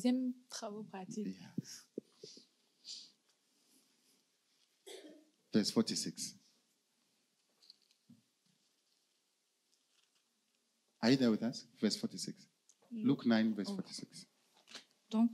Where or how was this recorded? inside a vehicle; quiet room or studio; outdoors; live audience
live audience